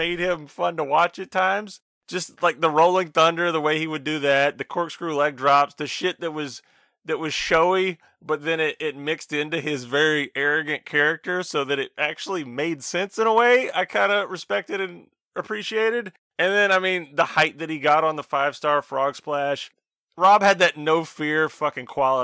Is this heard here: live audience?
no